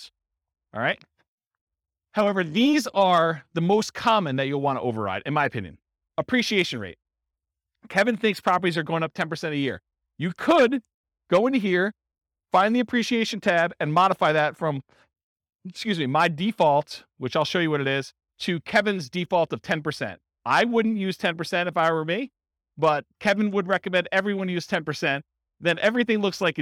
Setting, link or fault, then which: setting, live audience